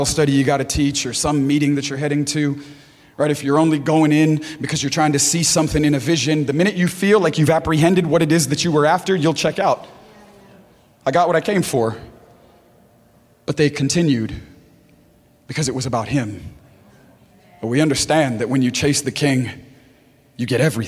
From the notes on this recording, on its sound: preaching at Gold Street Garden Church for the Selfless Conference 2020